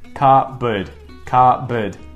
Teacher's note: There's two consonants in there, the P and the B, and we just say the B.